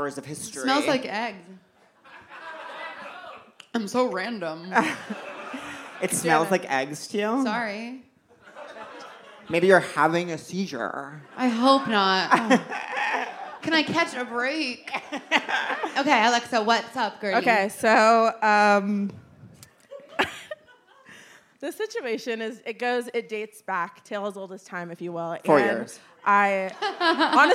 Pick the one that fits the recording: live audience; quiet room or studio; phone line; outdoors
live audience